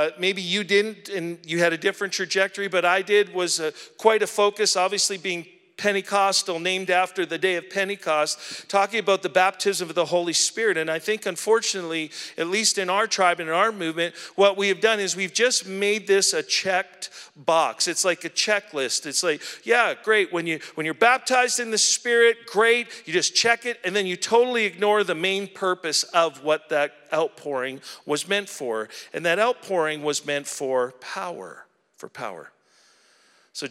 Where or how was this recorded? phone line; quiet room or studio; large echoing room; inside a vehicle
large echoing room